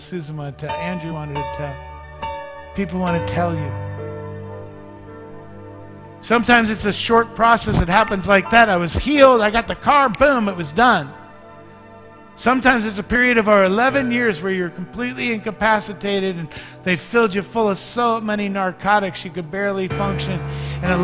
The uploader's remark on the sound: Mt. Zion Church Live!